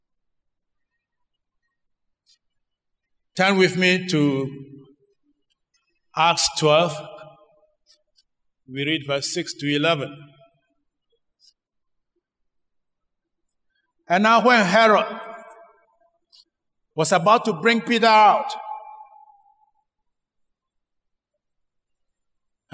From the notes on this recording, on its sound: Sermon preached at CBC Shiashi Campus